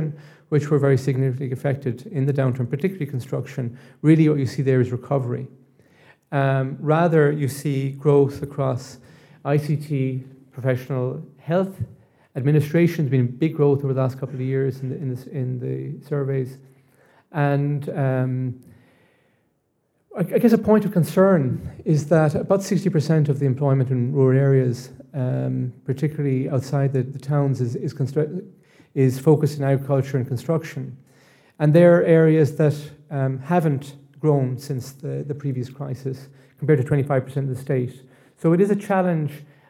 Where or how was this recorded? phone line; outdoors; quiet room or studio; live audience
live audience